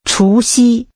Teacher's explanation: The tones are rising and high level.